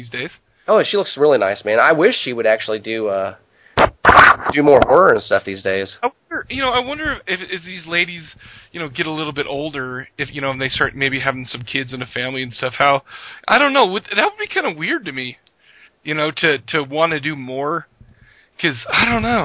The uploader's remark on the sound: The ghost of technical issues visited us upon this episode. The sound quality is a little worse than usual.